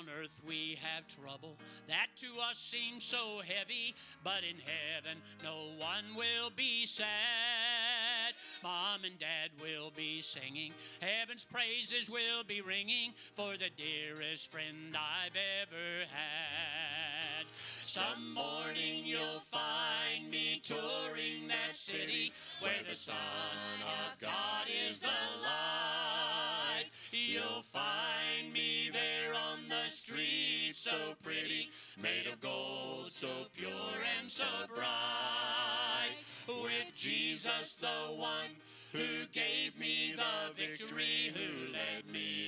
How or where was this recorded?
large echoing room